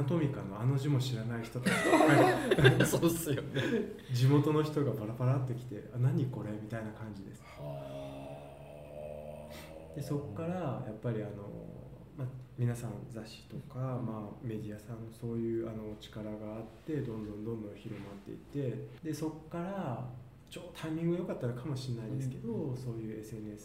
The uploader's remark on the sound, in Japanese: 今回は、東日本橋にあるアナトミカ 東京にお邪魔して収録。